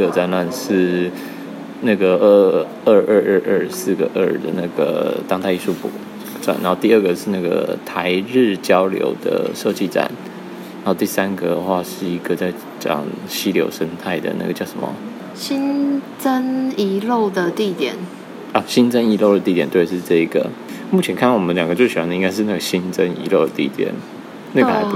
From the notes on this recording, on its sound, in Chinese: 收音爆爛慎入。前往嘉義的火車上臨時起意，直接很暴力的用手機錄了這集。